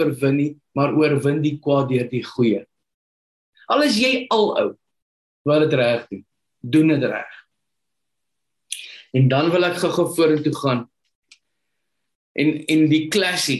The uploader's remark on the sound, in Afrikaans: Manne van die Woord Zoom Byeenkoms